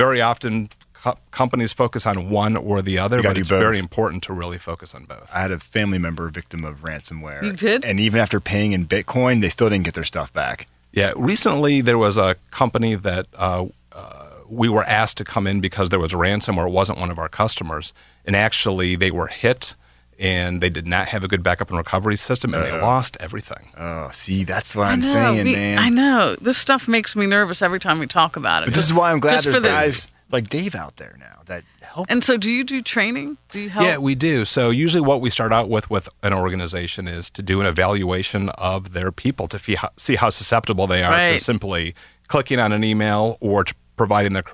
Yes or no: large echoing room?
no